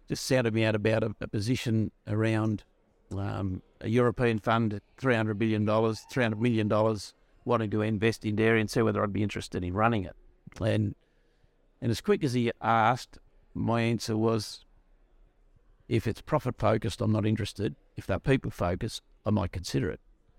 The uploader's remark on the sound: While we were at the Australian Dairy conference